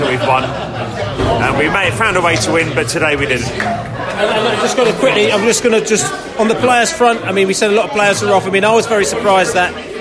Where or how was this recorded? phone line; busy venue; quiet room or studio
busy venue